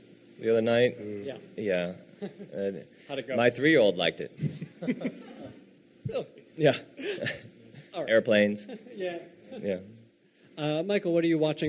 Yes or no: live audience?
yes